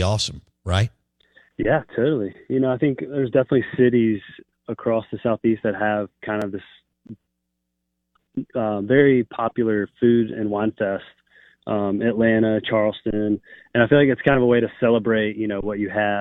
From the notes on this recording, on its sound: In the third hour of the show live in the BankPlus Studio. On the Farm Bureau guest line.